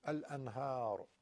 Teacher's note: نونم که به هر رسیده اظهار میشه طبیعی میگیم